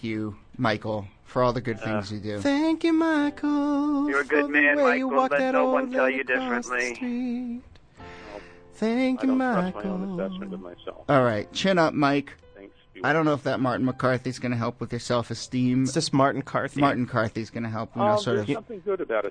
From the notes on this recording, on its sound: Audio from our special call-in on WFMU Radio.